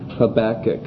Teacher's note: accent on the second syllable instead of the first